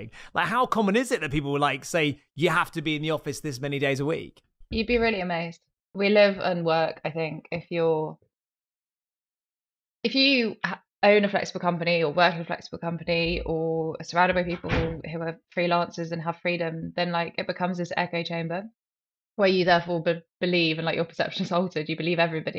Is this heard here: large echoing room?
no